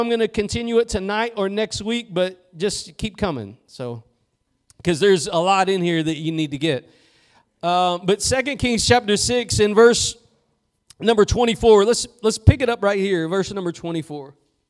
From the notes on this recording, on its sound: Preached at Gospel Lighthouse in Bossier City, La.